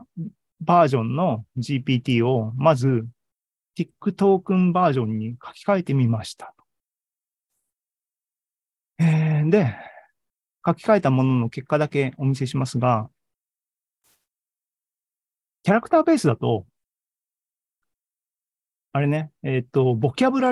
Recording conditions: video call